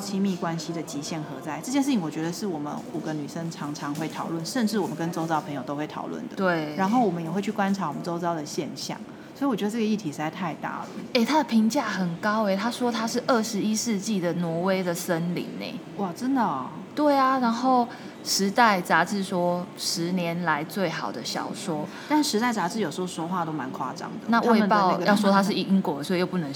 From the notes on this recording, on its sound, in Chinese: 因為入住在台中勤美誠品樓上。錄音地點為starhostelLobby #starhostelLobbyLive系列 #環境音依舊但可忍受。